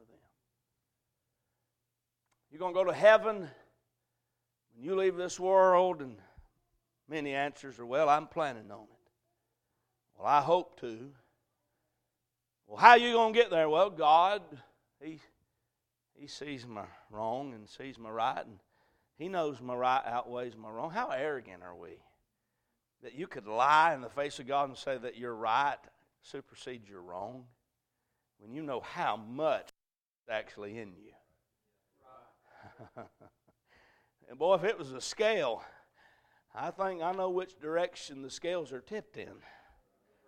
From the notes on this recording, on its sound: A message preached at Crossroads Baptist Church